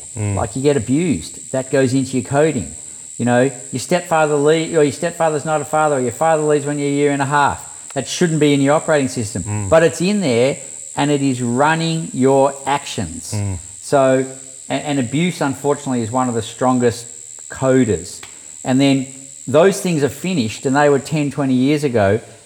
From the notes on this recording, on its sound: I visited him at his home in the Byron Hinterland out near Mullumbimby. Dropped in the middle of nature, you will hear the sounds of the wildlife in the background of our conversation.